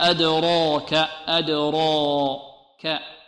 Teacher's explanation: راء مفخمة لأنها مفتوحة، وبعدها ألف